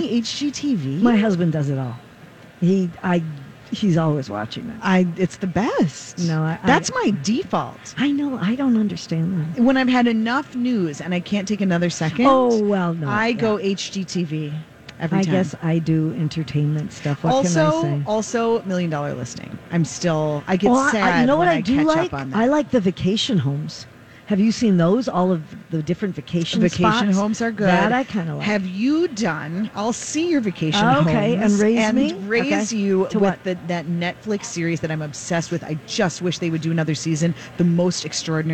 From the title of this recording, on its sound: Live from The MPLS Home & Garden Show